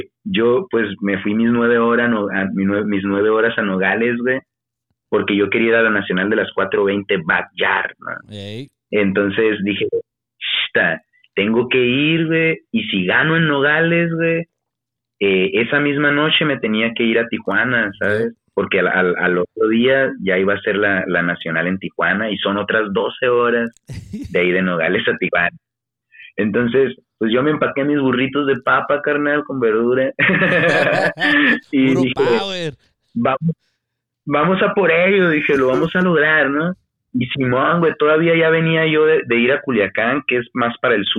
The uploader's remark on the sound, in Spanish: Entrevista Telefónica